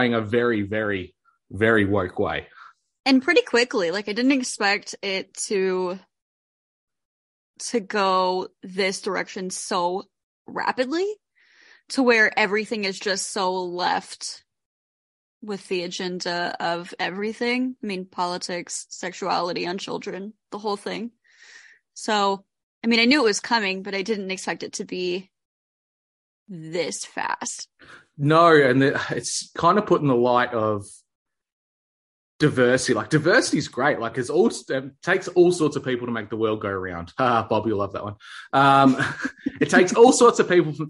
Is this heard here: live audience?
no